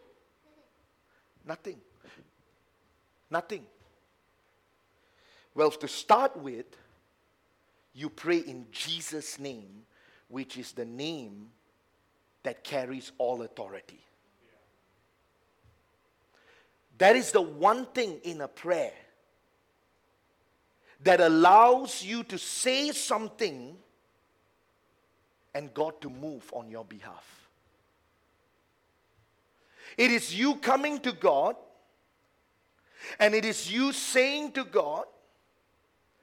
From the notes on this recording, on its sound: A message preached during our Tuesday service